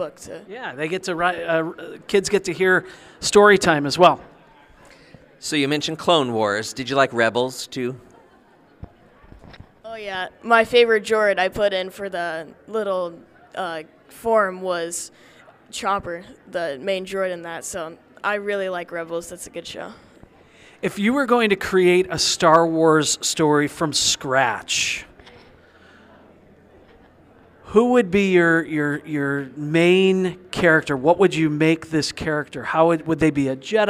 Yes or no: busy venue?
yes